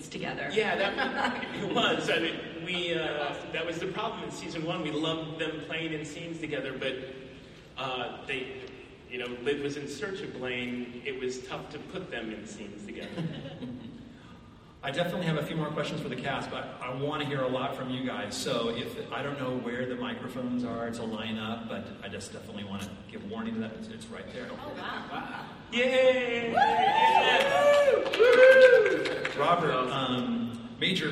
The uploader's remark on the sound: IZombie SDCC panel 2015. Take fan questions from their panel at SDCC 2015!